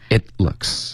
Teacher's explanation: it 结尾的停顿要干脆，OK，所以你舌尖顶上颚，然后就停顿了